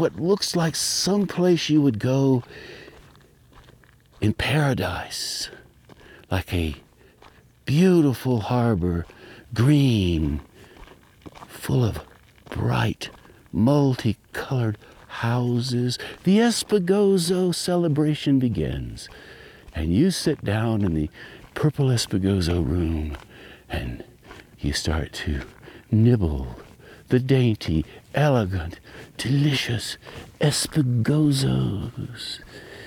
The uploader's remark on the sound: This piece emerged while I was walking down a dirt road with my recorder on, just in case.